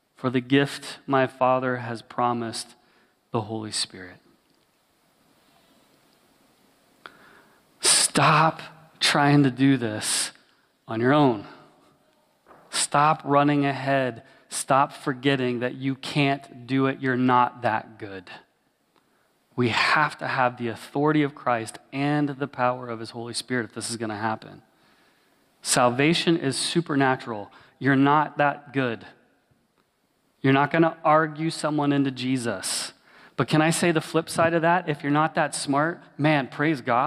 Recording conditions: large echoing room